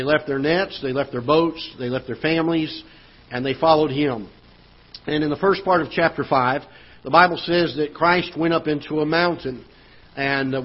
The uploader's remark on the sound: Ketha Heights Baptist Church ~ Live Broadcast